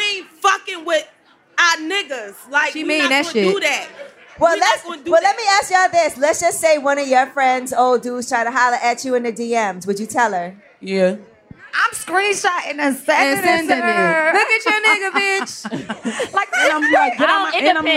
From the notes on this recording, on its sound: Shoutout to everyone who made it out to see us at this years Roots Picnic in Philadelphia! An amazing live episode. Brought some fans on stage to teach them some riding lessons.